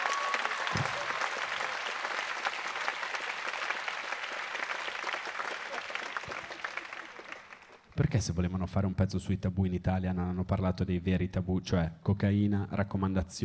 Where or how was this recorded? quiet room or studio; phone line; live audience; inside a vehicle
live audience